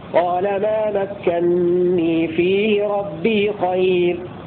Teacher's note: وقرأ الباقون بنون واحدة مشددة مكسورة قال ما مكنني فيه ربي خير.